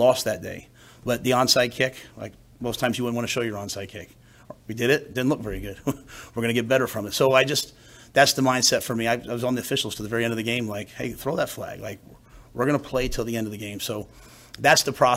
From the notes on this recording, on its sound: Monday press conference on 10/2/23